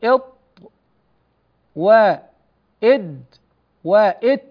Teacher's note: تجد أن طرف اللسان يستقر في أصول الثنيتين العليين، هذان السنان من الداخل، تقول إط وتقول إد وتقول إت. · Term: الطاء والدال والتاء